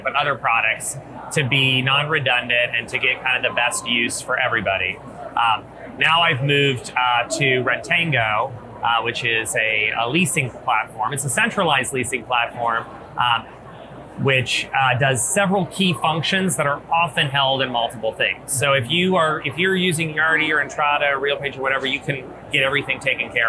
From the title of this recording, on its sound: LIVE at Optech